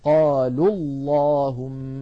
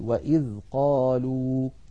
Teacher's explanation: الواو من قالوا ساكنة واللام الأولى من اللهم ساكنة، فالتقيا في اللفظ والنطق فسقط الأول من النطق وصلا · Shown in: first take · وإذ قالوا اللهم، فإن وقفنا نقول وإذ قالوا.